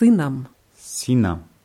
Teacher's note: hier haben wir zwei S zusammen, also wird so ein langes S draus.